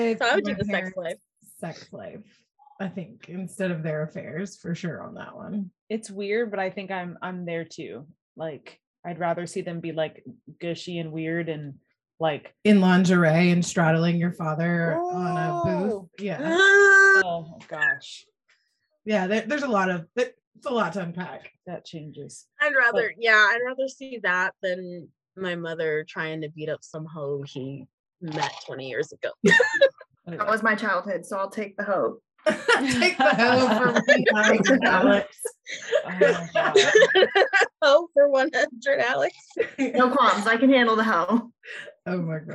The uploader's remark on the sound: in the BMB Zoom Room